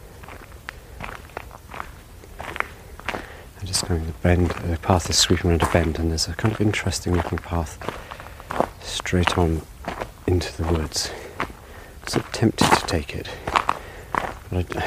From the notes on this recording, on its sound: a wander through a forest in the Ardennes region of north-east France